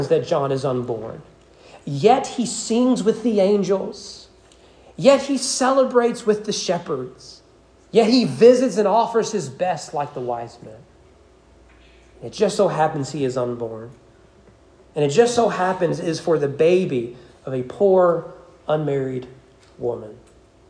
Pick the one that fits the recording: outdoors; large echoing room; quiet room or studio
large echoing room